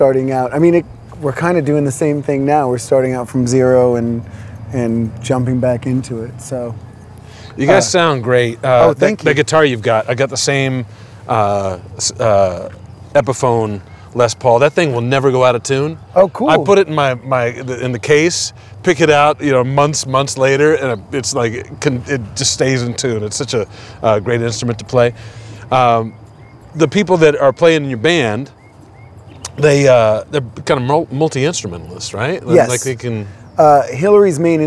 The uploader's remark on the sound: Live from Tweedy's Bar in Austin, TX, during SXSW 2023 music convention. The band performs 2 Songs.